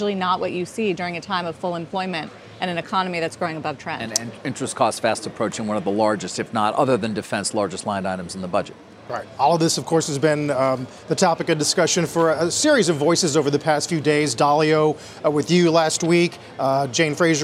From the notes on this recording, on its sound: joined the anchors live at Post 9